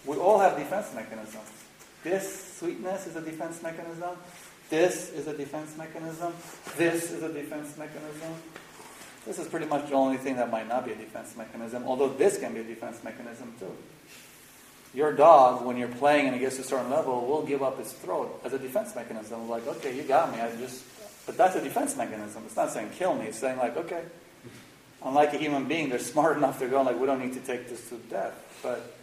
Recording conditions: poor sound quality